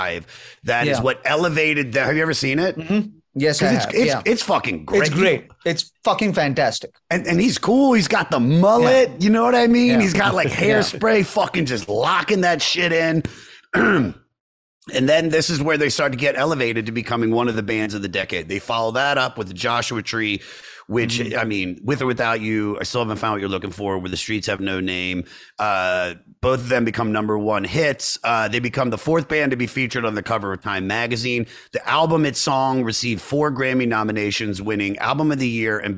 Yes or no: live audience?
no